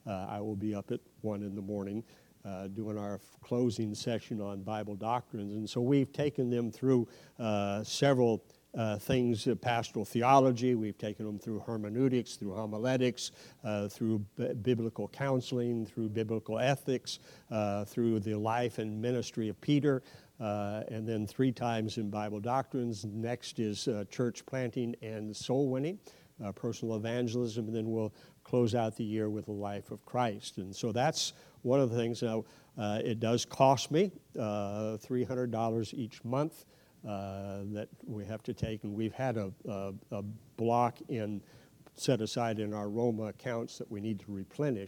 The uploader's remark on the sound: 2023 Mission Conference Night 2